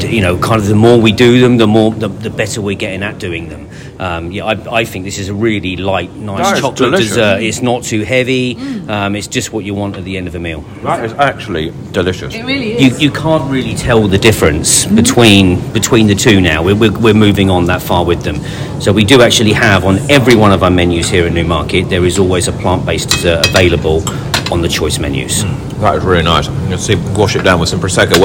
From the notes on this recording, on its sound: on the middle day of the Boodles July Festival at Newmarket